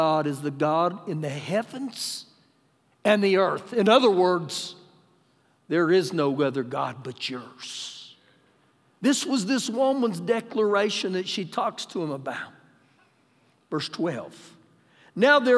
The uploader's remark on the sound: Recorded live during our Sunday morning service